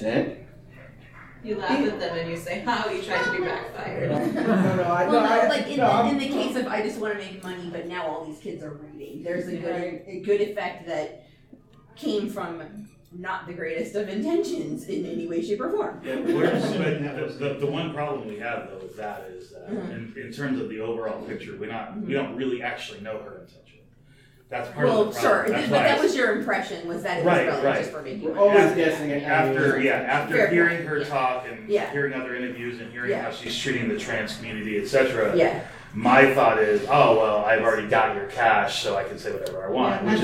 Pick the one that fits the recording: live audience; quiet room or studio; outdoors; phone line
live audience